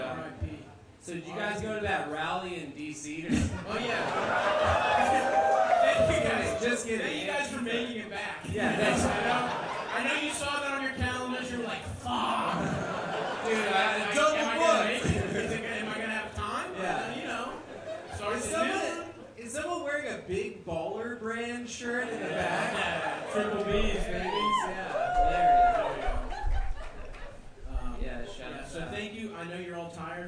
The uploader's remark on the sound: Live show